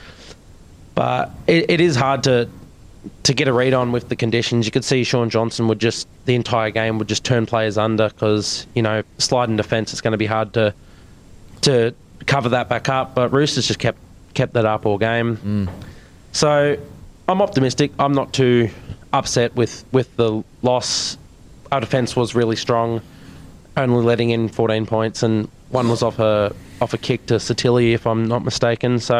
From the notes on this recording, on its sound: in front of our live crowd